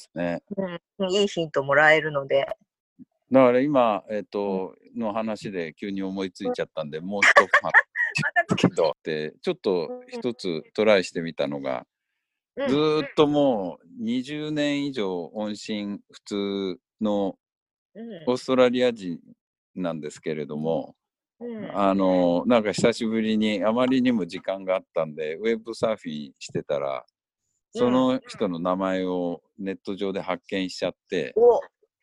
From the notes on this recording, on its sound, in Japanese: 今回は三密を避けるために、ZOOMによるリモート収録でお届けします。